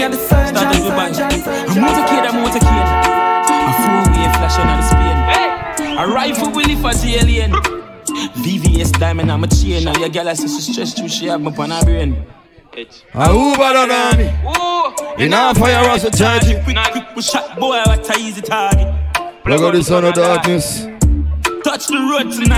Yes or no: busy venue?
yes